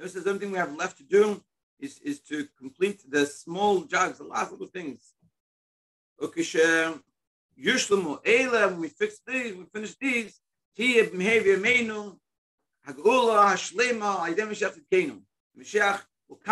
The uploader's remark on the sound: Daily Zoom Shiur.